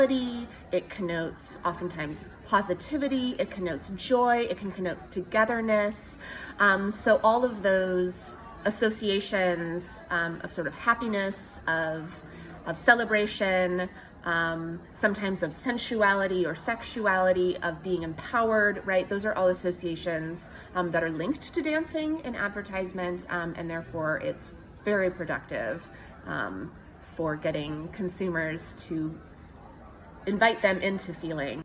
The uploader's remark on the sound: We took Conversations with the Creators on the road to the annual Popular Culture Association conference, which was held in San Antonio, TX.